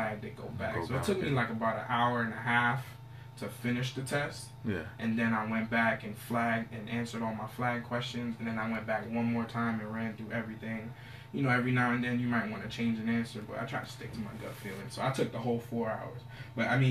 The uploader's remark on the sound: Please excuse the audio.